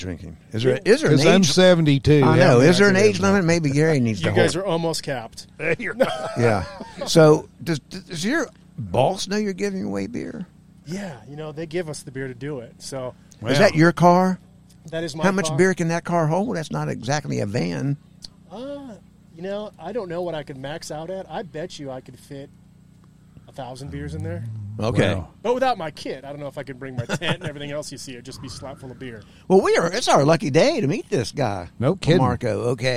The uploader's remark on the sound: We were invited to show up at the Forest Festival at DuPont State Recreational Forest near Brevard, North Carolina a few weeks ago to record a series of podcasts.